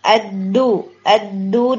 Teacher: دال کے اندر نا ایئر نہیں آتی، یعنی اب جب دھو اس طرح سے نہیں بولیں گے.